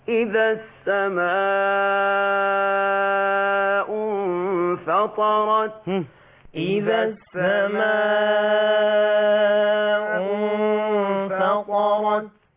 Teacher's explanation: ولاحظنا الشيخ الحصري يقرأ بمقدار الإشباع 6 حركات في المتصل · Term: المد المتصل